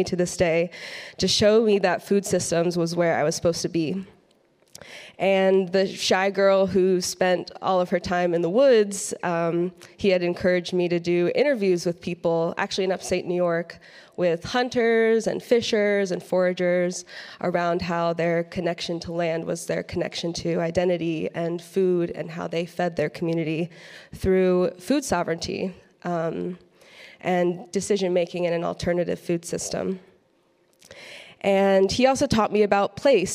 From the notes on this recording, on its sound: Addresses the crowd at Churchtown Dairy at the Saving Real Organic Conference.